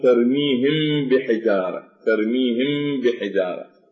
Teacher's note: الإخفاء الشفوي أي إخفاء الميم وإبقاء الغنة